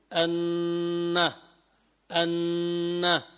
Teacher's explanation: الغنة هي نون ساكنة تتبع نونا أو ميما، ساكنة أو تنوينا يعني بعد التنوين أو الميم الساكنة، وهي صوت أغن، يعني بيعمل غنة، بيعمل طنين بالأنف، هذه اسمها الغنة، لا عمل للسان فيه. · مخرجها الخيشوم وهو أقصى الأنف، لذلك لو أمسكت أنفك، لو سكرت أنفك حاولت تجيب الغنة ما بتقدر.